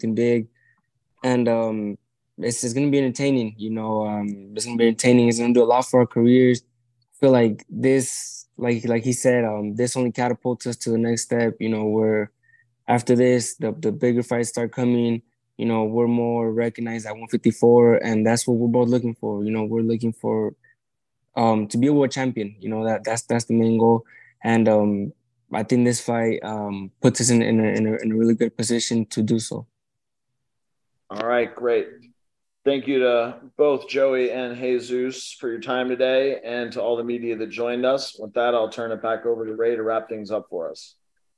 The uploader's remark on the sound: VIRTUAL PRESS CONFERENCE